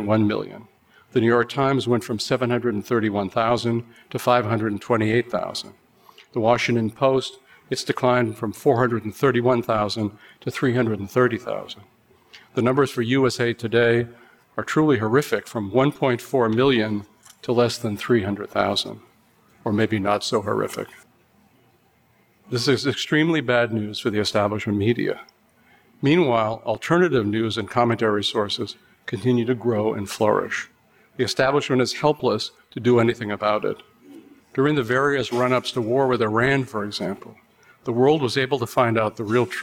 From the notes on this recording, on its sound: Recorded at the Mises Circle in Houston, Texas, on 30 January 2016.